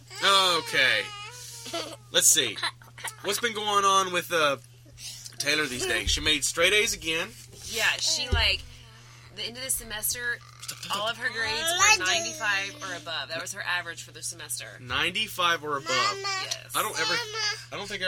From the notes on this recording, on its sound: Please forgive us for the hectic environment we recorded in. Both boys were with us.